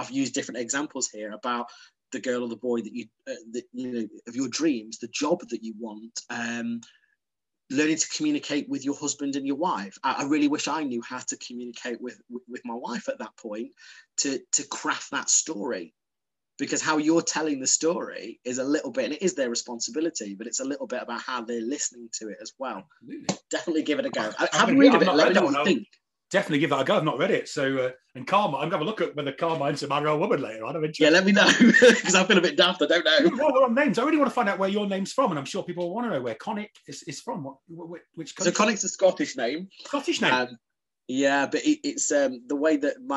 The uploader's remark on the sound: Over zoom from the Zen Den.